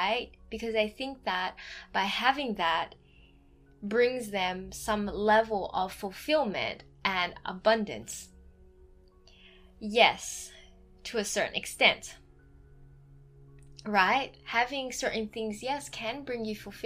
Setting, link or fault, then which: fault, sounds in the background